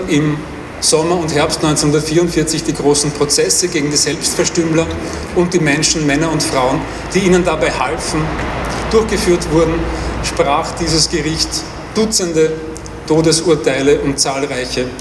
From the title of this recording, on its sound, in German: O-Ton] Enthüllung einer Gedenktafel für Opfer der NS-Militärjustiz am 12. 1. 2024 in der Hohenstaufengasse